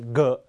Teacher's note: ตัว ghกับตัว gออกเสียงเหมือนกันเสียงก้อง